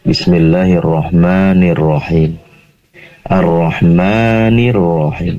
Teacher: Ma di sini pastikan pendek. Maksudnya dua harokat saja.